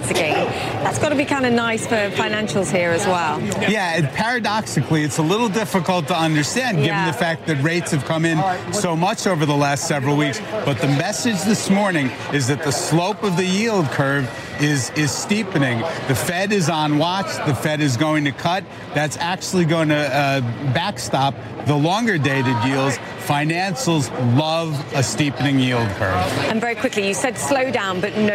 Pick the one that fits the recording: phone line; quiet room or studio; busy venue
busy venue